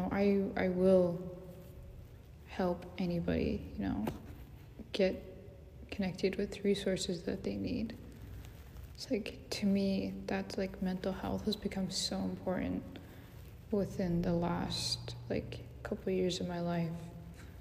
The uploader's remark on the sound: Please forgive me as there a lot of background noises. I move around a lot at some point.